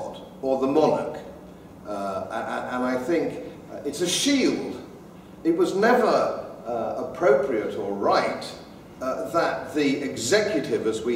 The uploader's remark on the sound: Talk given at the Traditional Britain Conference 2014